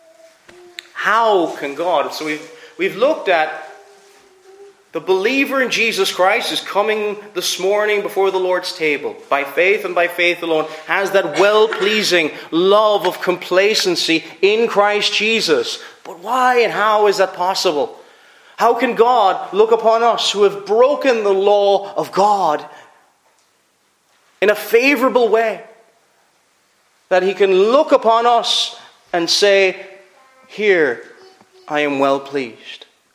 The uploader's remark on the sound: Preached at Ayr FCC's Communion.